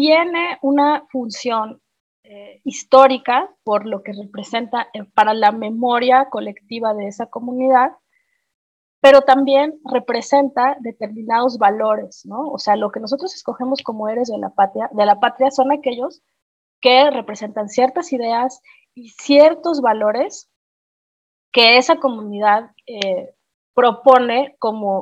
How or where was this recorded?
video call